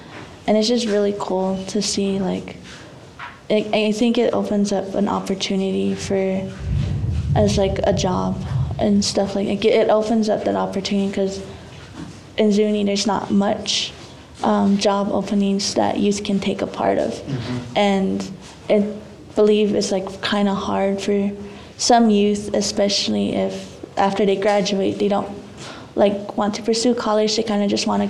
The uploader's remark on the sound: Our three beginning audience members here.